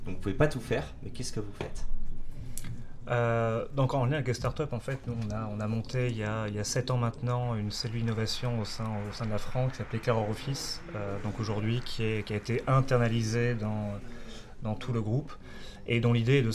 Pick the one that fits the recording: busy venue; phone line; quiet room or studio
busy venue